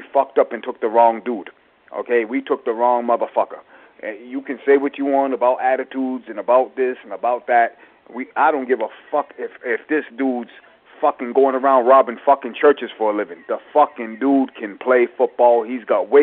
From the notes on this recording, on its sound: Raider Nation “Boneline” Call-in Segment.